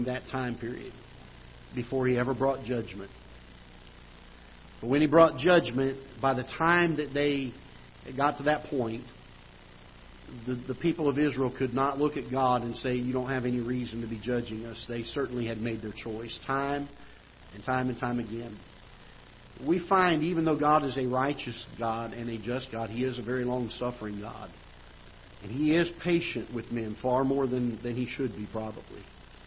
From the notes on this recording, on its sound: Ketha Heights Baptist Church ~ Live Broadcast.